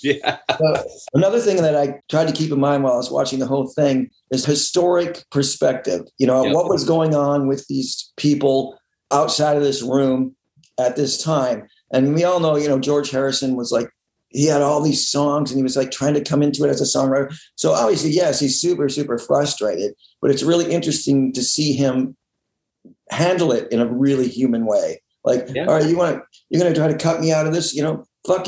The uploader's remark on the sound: Remote Zoom